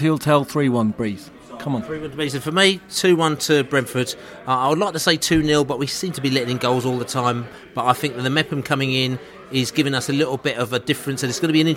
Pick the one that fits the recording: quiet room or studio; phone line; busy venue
busy venue